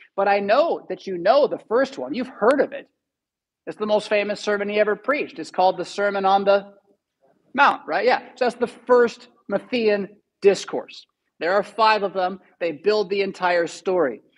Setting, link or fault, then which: setting, large echoing room